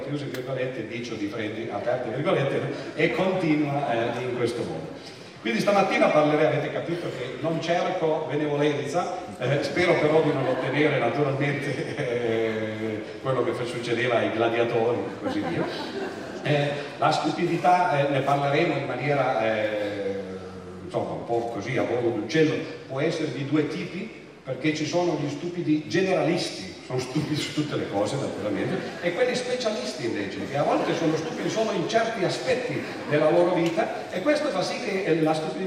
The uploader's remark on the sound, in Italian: Festival della Mente, Sarzana.